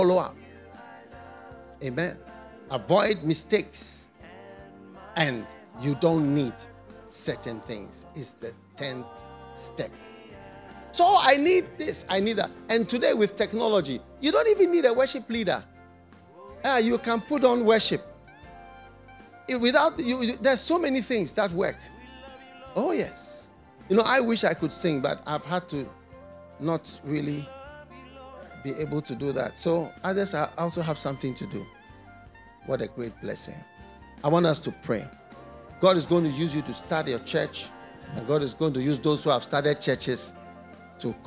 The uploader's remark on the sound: Preached at the FLOW Church Service.